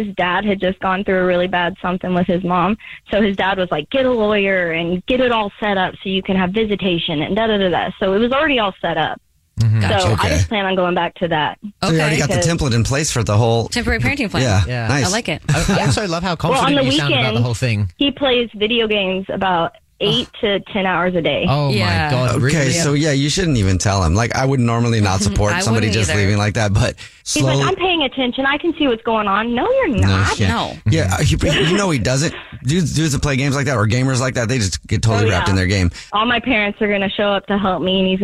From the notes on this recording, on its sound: The woman on the phone